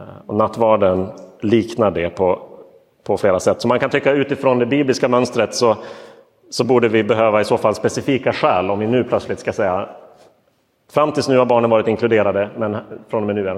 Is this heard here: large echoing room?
yes